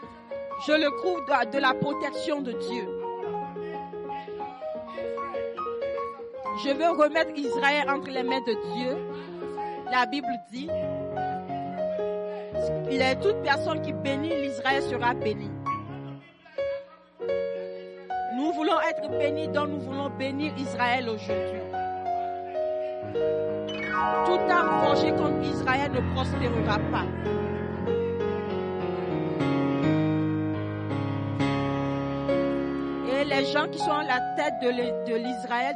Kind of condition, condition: setting, large echoing room